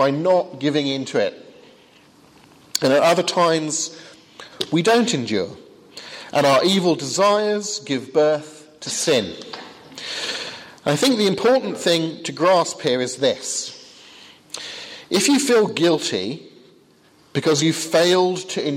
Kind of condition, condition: setting, large echoing room